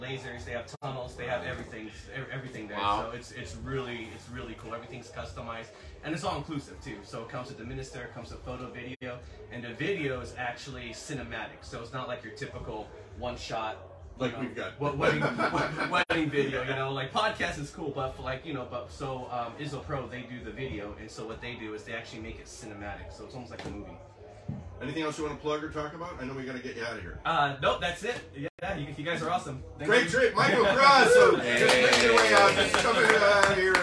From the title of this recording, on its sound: Live at the Peppermint Hippo!